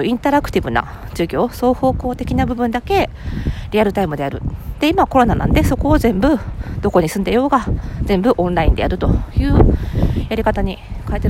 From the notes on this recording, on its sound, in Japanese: 久々の屋外収録！本日は久々に外で収録してみました。初夏の目黒川沿いを歩きながら。